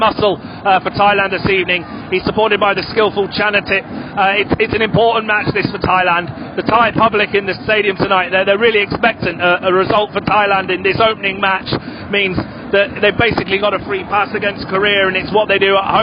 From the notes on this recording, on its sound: Reports "live" from Rajamangala. Who was in with the Chinese fans at the same match.